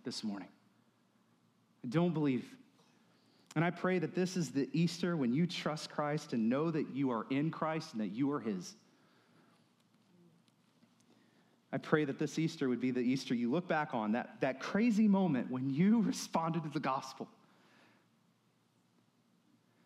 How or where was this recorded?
large echoing room